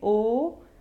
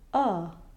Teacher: If you try to say an O without your lips, interestingly enough, what you get is the English vowel a, which is the upside-down V in phonetics.